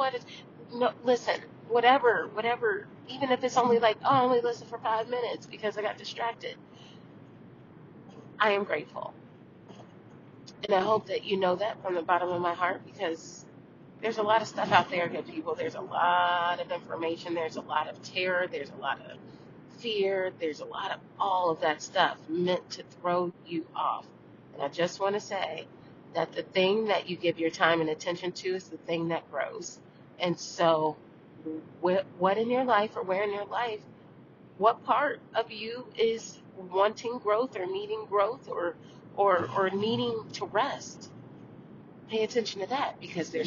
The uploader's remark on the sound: On the road. She is in the car, recording.